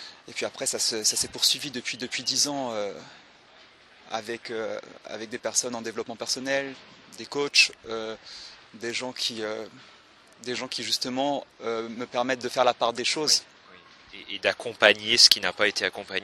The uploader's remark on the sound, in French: C'est dans le jardin du Luxembourg à Paris que nous avons enregistré cette jolie rencontre